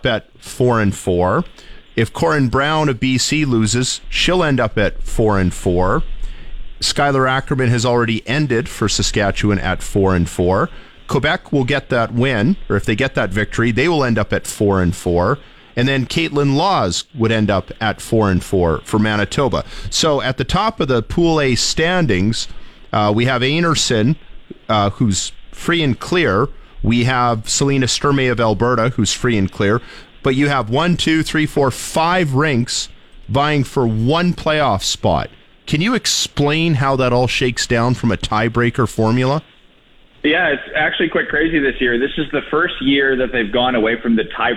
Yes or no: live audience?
no